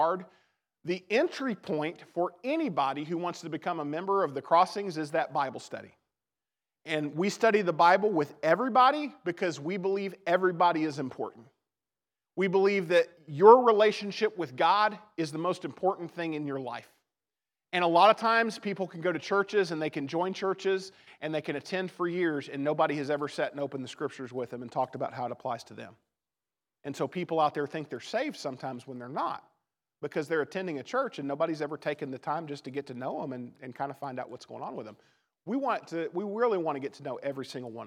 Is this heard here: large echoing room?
yes